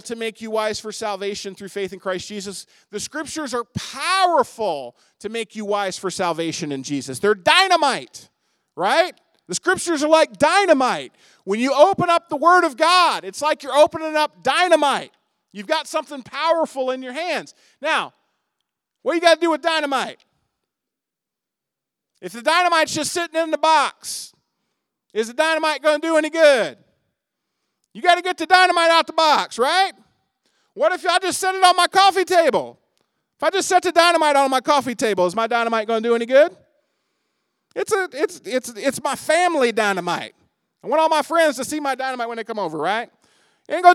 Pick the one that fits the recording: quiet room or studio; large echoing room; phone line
large echoing room